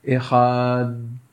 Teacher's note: Dalet is an ot chaychit. Contact of the tongue, tip of the tongue with the palate. Echad, once you made contact, the letter stops.